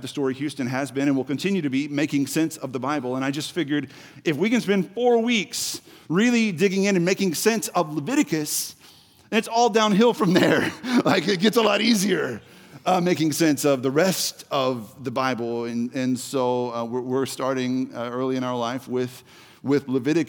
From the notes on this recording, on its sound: The Story Houston Service